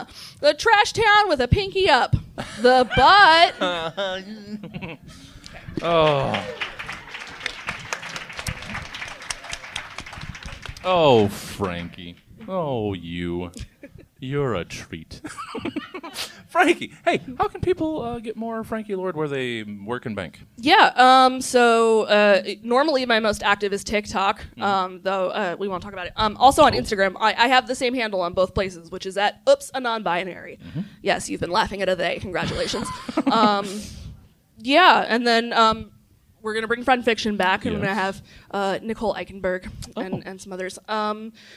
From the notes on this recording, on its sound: live from the Crocker Art Museum’s ArtMix